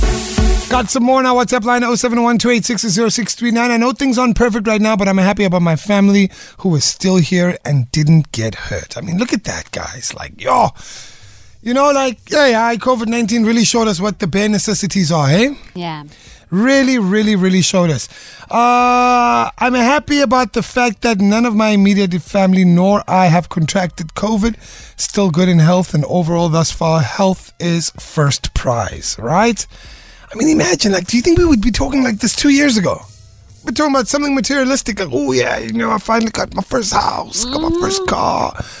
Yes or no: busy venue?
no